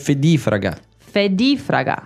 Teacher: Attenzione l'accento che molte parole italiane vanno sulla penultima sillaba, qua invece è fedifraga. Fedifraga. Non fedifraga, fedifraga.